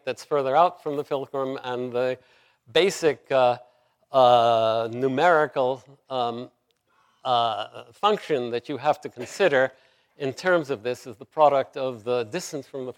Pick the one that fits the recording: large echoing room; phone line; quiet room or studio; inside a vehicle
large echoing room